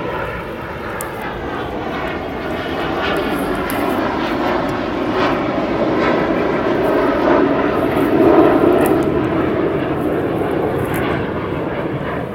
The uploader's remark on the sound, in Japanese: 苗代 に敷いた藁の隙間から生えたスギナを取りながら録音